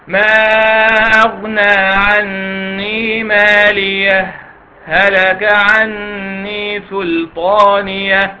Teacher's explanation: سين سكت من غير نفس